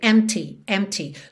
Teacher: empty tem um P mudo, completamente mudo, então não precisa se preocupar em dizer empty, em fazer esse som do P.